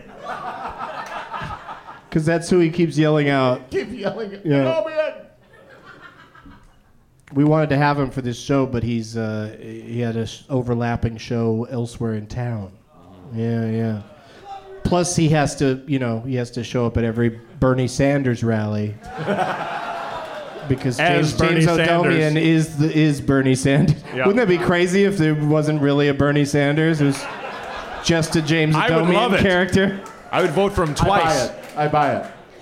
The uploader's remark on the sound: Live from the Hell Yes Fest in New Orleans